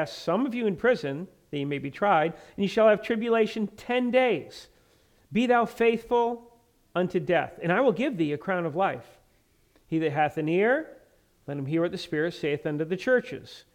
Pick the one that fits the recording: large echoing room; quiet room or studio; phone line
large echoing room